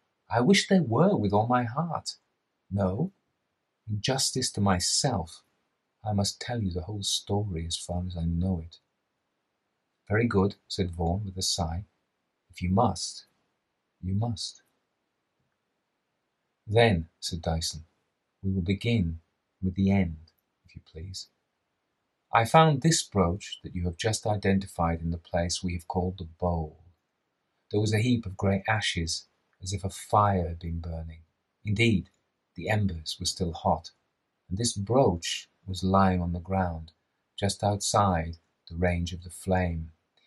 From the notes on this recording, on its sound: This is the audio extracted from the edited version of my live reading of the Shining Pyramid by Arthur Machen. All the audio is there (some of the live cut out). There are two microphones in this: the streamed version which is compressed and a little fuzzy and the camera microphone which is tinny.